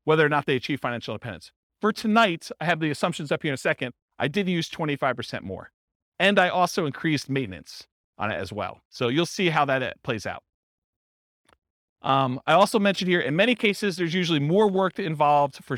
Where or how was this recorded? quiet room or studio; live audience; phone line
live audience